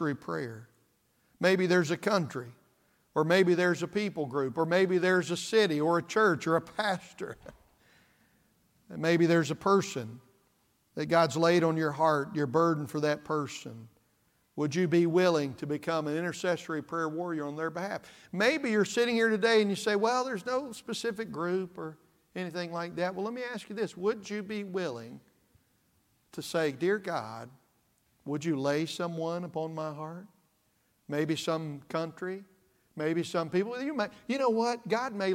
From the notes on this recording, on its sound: This message was preached at East Side Baptist Church on February 18th, 2024.